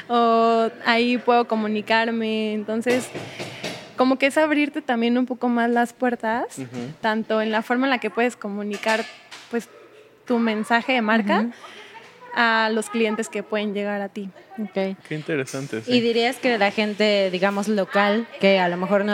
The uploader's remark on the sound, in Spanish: Es un reto porque no lo grabamos en nuestro estudio, así que hay más ruido!